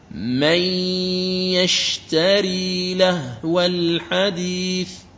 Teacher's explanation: لاحظ الميم أقرأ بعدها يا مشددة مع غنة، والغنة تخرج من الخيشوم · Term: الإدغام الناقص